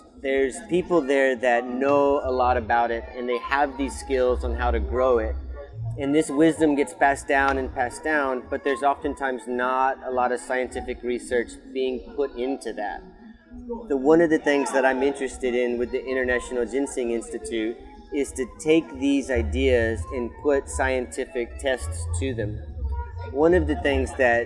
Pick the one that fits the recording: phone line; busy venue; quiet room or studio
busy venue